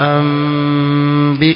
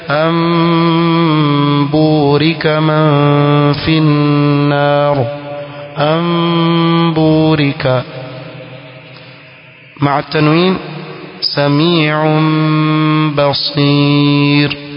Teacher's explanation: Mithal ma'an nun asakina, akatoa mfano ambao iko katika neno moja, ambihum. Asli ya neno ambihum ni kuwa ni anbihum, nun iko pale kwa wazi, lakini kwa kuwa nun sakina imepatwa mbele yake na ba, itatamkwa wa ambihum, sio kwa kushika. · Term: iqlab